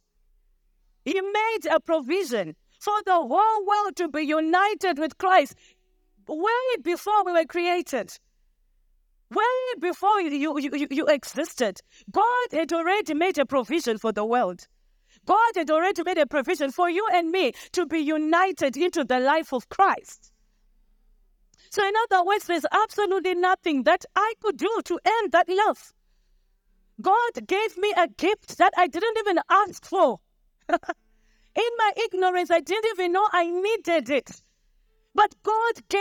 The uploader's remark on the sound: Oasis Family Church - Doing Life Together. The Sunday Service Sermon was recorded on the 16th of July 2023.